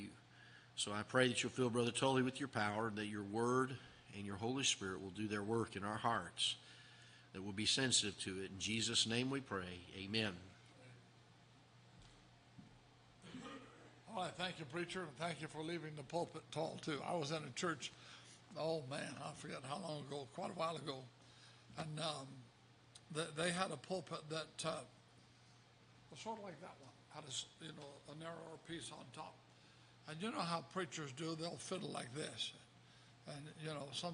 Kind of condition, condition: setting, large echoing room